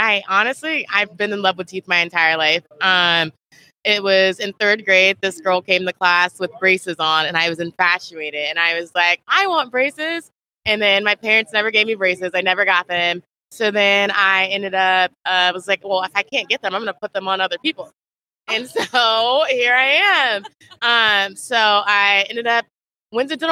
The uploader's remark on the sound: LIVE from Smilecon